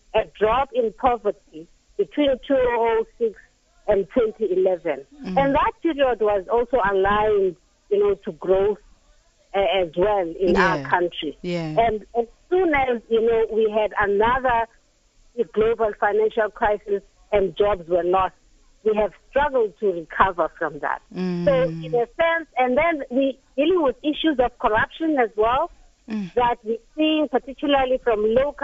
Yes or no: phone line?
yes